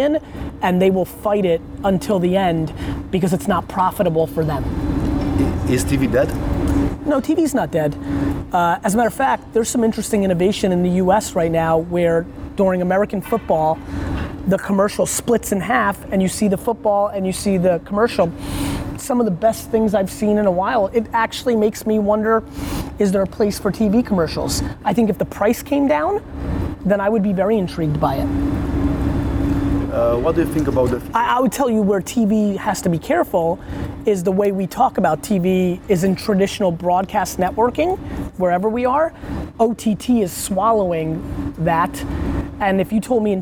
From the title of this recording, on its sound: An Interview During Brand Minds Asia 2017